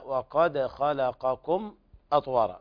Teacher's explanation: وقد خلقكم أطوارا، هنا الميم ساكنة ما في غنة